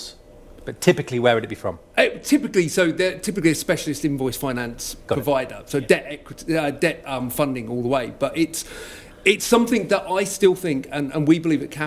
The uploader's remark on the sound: Speaking on the second day Elite Business’ live event on March 12 on the Financial Management panel